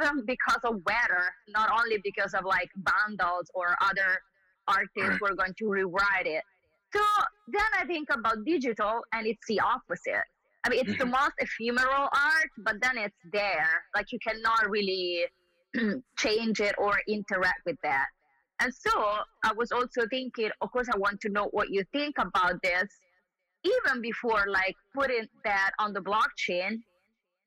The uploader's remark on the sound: The phone discussion went on for a while, and so we offer this glimpse into this conversation in two parts.